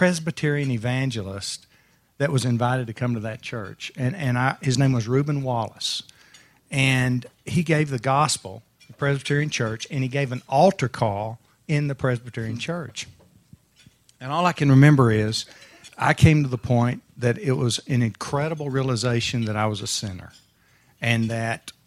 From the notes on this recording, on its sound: TCW Golf & Dinner Event Interview.